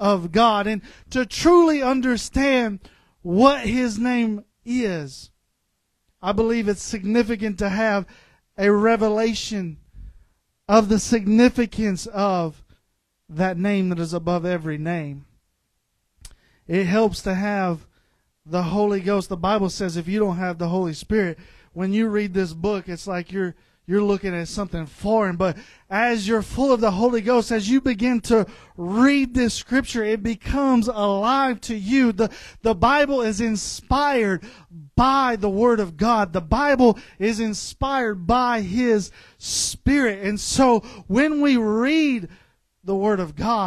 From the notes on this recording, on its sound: This episode contains the extracted audio from a service at River City Pentecostals.